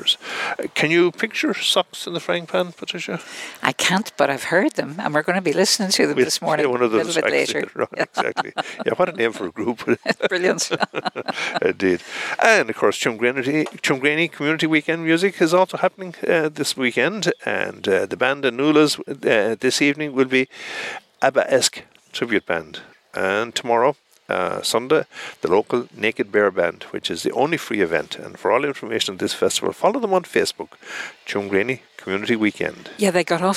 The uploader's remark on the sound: Broadcast live from the Killaloe Hotel and Spa.